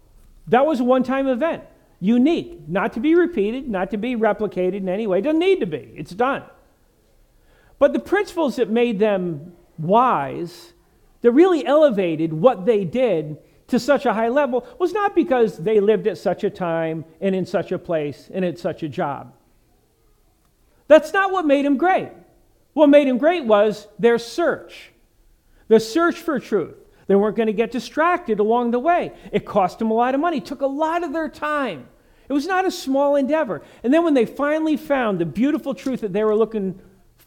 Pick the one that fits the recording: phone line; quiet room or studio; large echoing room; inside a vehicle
large echoing room